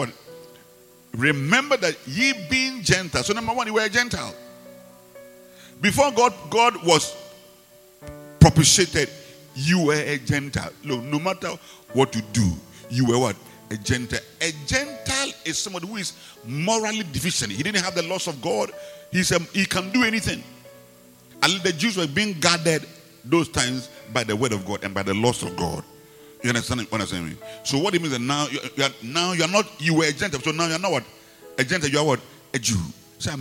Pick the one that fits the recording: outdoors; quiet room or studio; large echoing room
large echoing room